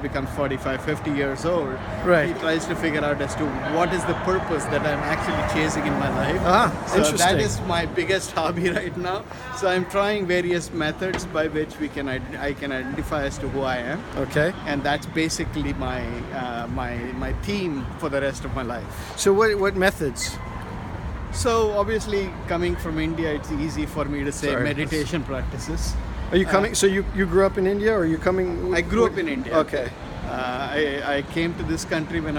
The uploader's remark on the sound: As we walk around the Walter E. Washington Convention Center during the Small Business Expo in Washington, District of Columbia today.